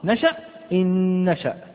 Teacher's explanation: فإذا جاءت النون ساكنة وبعدها نون متحركة أدغمت، نعم إدغام بغنة، إذا جاءت النون ساكنة وبعدها نون أخرى متحركة أدغمت الأولى إن نشأ، لا نقول إن نشأ أليس كذلك، ولكننا ندغم الأولى في الثانية بحيث يصبح لدينا نون واحدة فقط، يرتفع اللسان لها ارتفاعة واحدة، لا نقول إن ثم يهبط اللسان ثم يرجع فيرتفع مرة أخرى، نشأ إن نشأ.